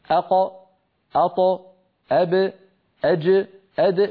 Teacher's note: حرف القلقلة شديد مجهور، يعني زمنه قصير